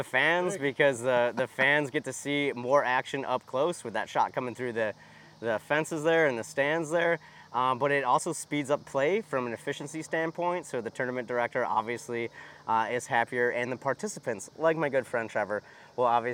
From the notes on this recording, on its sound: LIVE at Ledgestone. In the first in-person episode in show history, the panel heads to Lake Eureka's famous water tower.